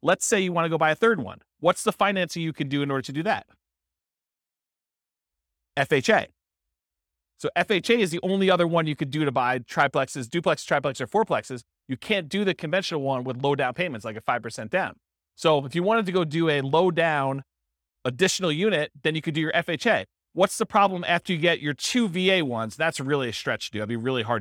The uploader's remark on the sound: This was a live class recorded